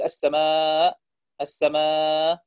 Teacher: ضعف صوت الهمزة عند النطق بها عند الوقف